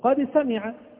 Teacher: الدال من صفاتها الجهر، والسين من صفاتها الهمز، الدال من صفاتها الشدة، والسين من صفاتها الرخاوة